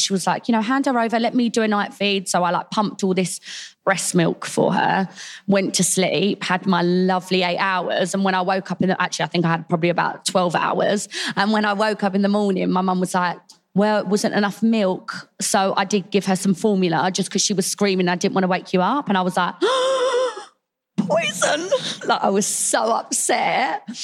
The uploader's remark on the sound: Recorded live at The Baby Show with Lidl GB.